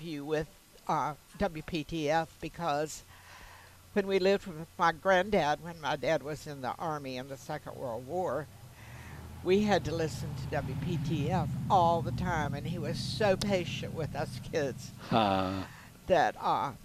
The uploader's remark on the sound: broadcasting live from Campbell Road Nursery